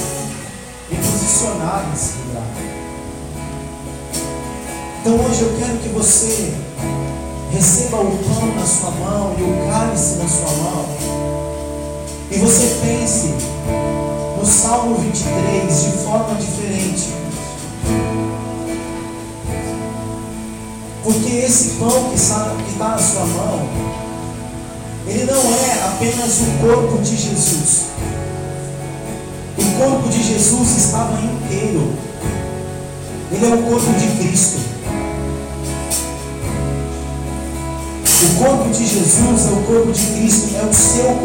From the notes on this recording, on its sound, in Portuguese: O áudio não está com qualidade excelente.